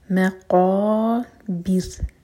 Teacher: را ساکن ہوگا لائٹ کیونکہ اس سے پہلے ہے با کے نیچے کسرہ